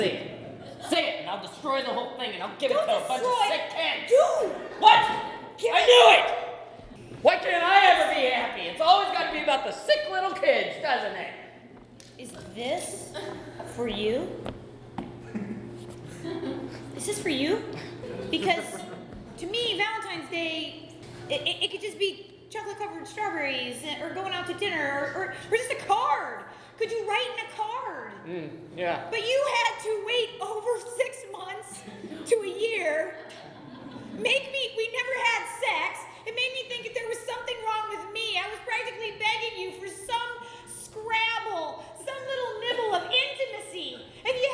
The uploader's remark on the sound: The purging of LIVE episodes continues with another all-new, uncensored, and totally improvised episode of Wisenheimer: The Podcast! A packed audience at The Establishment for a hilarious evening of improv comedy with a romantic theme.